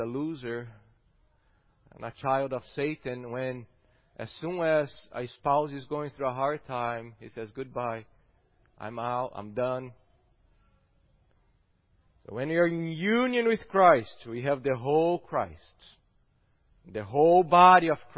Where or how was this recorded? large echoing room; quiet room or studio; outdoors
large echoing room